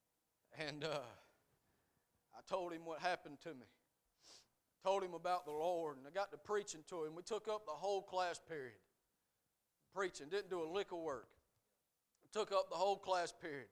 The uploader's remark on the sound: A message preached at Crossroads Baptist Church on Wednesday night.